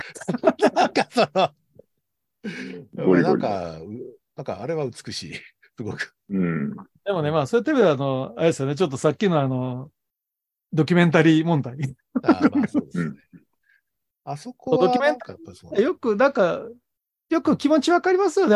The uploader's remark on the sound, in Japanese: トークイベント「シン・仮面ライダーを語る会」をほぼ編集なしで収録しました。ZOOM収録なので、若干音声が聞き苦しいところがありますが、ご容赦ください。